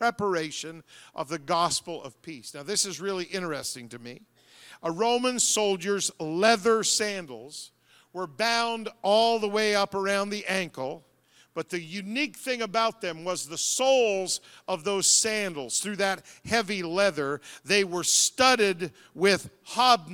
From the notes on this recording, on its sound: Tuesday Evening Revival Service. The Anchor Church of Zanesville, Ohio.